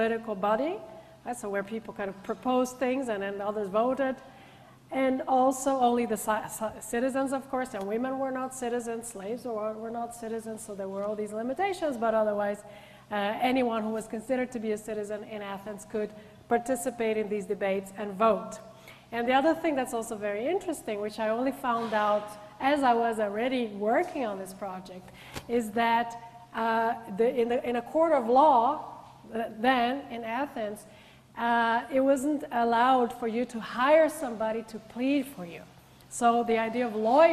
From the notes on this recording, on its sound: gives a public lecture